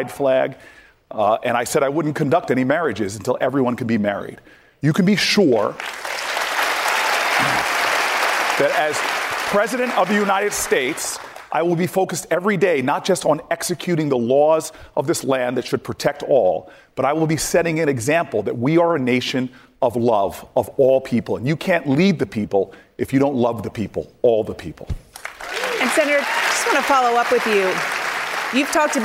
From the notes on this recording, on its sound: answers questions during a live town hall